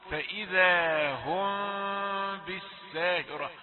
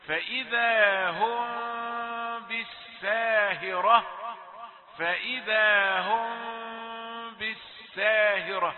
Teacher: يجوز أن تترك فرجة بين الشفتين في نطق الميم الساكنة المقابلة للباء، فتقول فإذا هم بالساهرة، فرجة خفيفة، يعني الذين فهموا فهموا أن الفرجة يعني فتحة كبيرة، ولذلك كثر فيها الجدال.